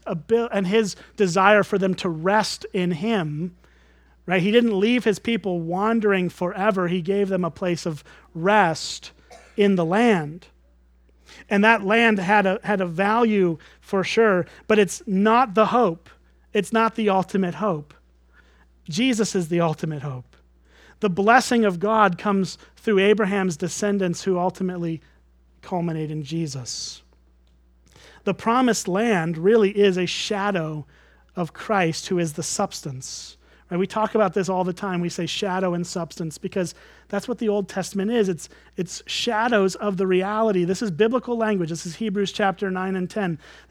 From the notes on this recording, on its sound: at Springbrook Church in Antigo, WI.